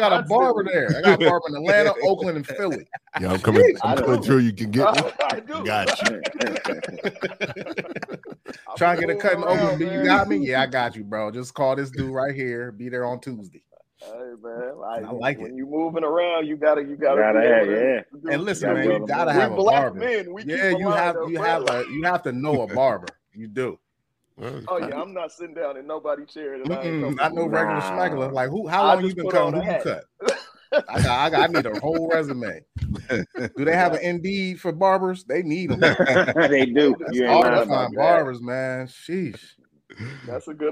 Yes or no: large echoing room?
no